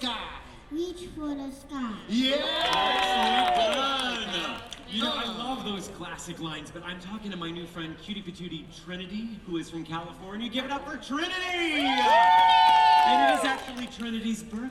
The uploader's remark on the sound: This is the game where we start in the esplanade, between DL and DCA and we enter one of the two parks, and you follow our path using just the audio clues you hear along the way. This wonderful walk thru of the parks.